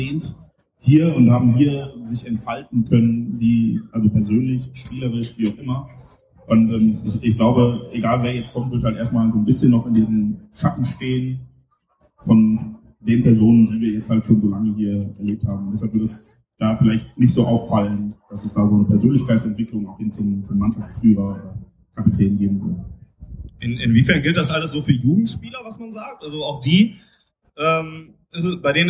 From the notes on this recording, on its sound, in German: Live vom DortBunt Festival. Während wir sonst für gewöhnlich jeder an seinem eigenen Schreibtisch sitzen, um euch Auffe Ohren aufzunehmen, durften wir diesmal live, in Farbe und bunt auf der Bühne der BVB-Fanabteilung platz nehmen. Bitten, die Tonqualität zu entschuldigen.